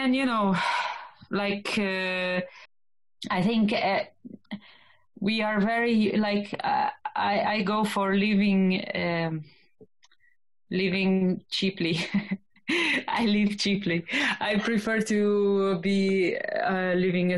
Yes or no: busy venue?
no